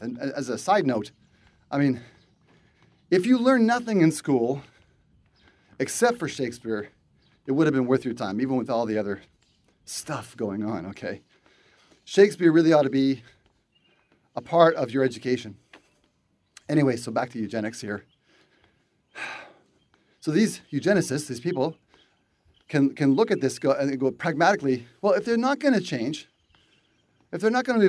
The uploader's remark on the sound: walk and talk